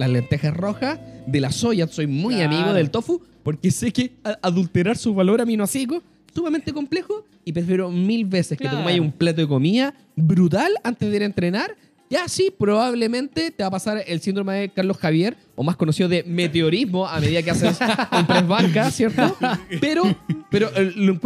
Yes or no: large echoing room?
no